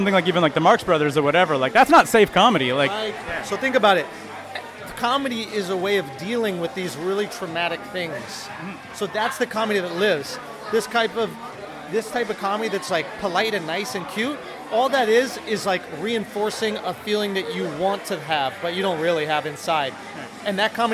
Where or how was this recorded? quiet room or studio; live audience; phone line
live audience